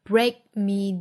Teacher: 同样是 break,后面的 k 做不完全爆破